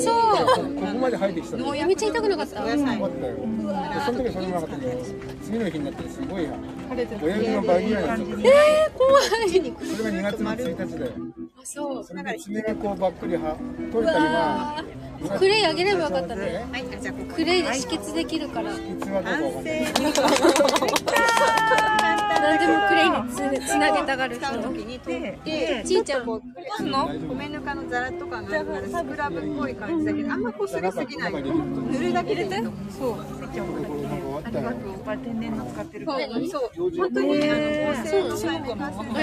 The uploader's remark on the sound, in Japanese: 初マルシェ出店debut秦野カルチャーパークより実況中継